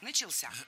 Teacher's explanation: Ударение в этом слове падает на возвратную часть «ся».